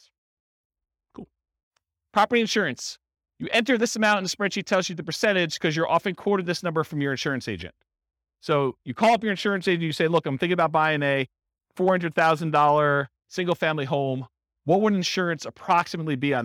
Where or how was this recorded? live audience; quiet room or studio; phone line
live audience